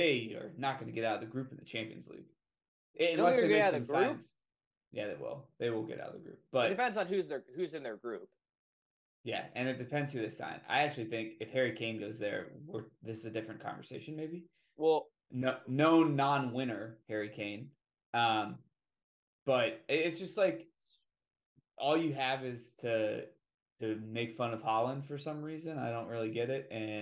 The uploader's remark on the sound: The mic audio didn't make it from GarageBand to Premier.